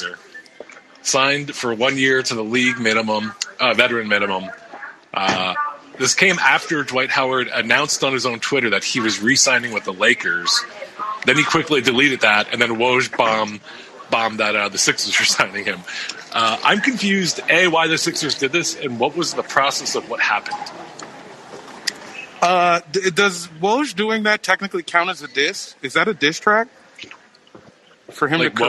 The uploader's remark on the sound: Live from the Nashville Airport. The buds do it live on the Locker Room App. Sits outside a Chili's in the Nashville airport.